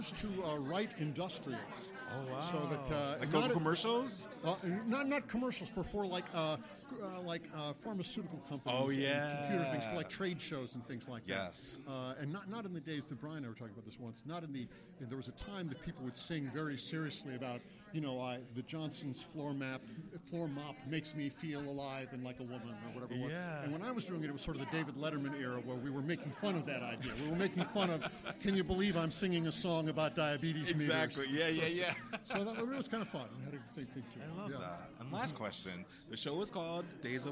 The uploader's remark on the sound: Live from "Days of Wine and Roses" Opening Night Red Carpet. The episode opens with a MIC CHECK.